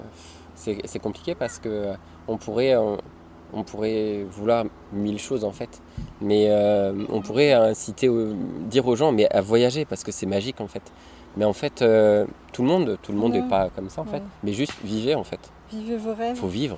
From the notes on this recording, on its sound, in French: enregistrement en plein air au bord de la rivière Drôme